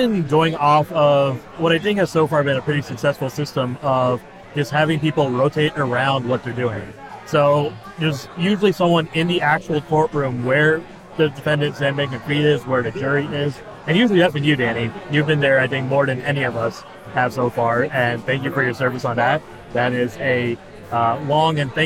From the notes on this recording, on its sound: Records outside the courthouse (and inside a bar, pardon the noise).